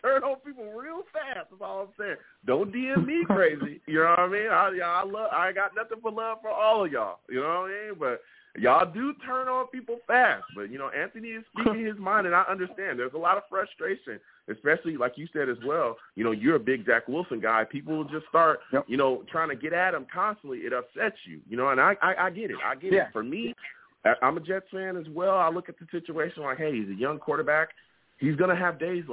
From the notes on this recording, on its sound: I take live callers!